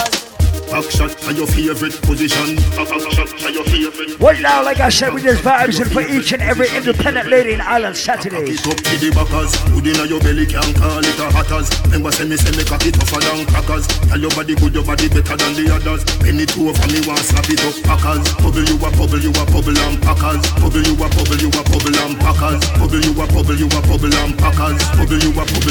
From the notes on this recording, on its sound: live at island saturdays on Dec 16